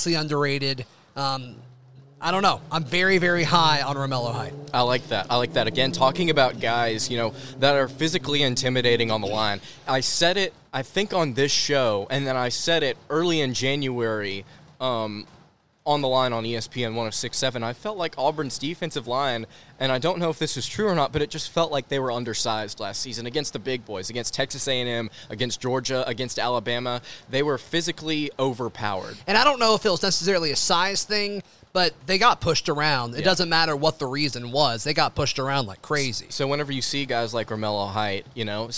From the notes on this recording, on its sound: live from Baumhower's